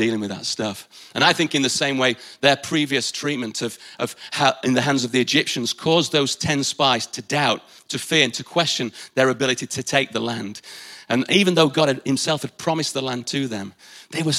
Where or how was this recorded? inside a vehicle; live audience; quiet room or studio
live audience